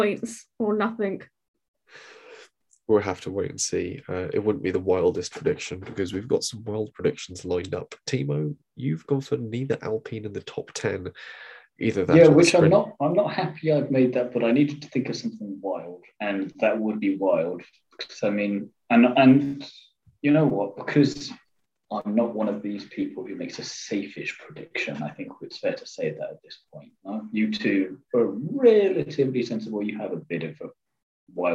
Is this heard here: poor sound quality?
yes